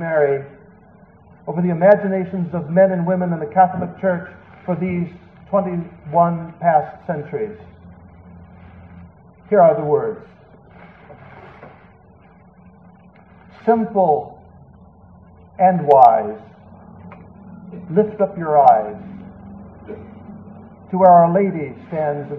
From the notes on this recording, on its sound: 7PM EF Mass. It was delivered at the evening outdoor Mass - a Solemn High Mass in the Extraordinary Form. The quality of this recording is lower because it was not a direct feed. There is a little more background noise.